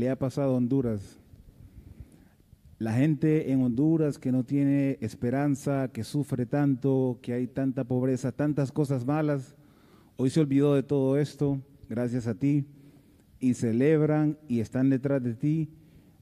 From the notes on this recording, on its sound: POST-FIGHT PRESS CONFERENCE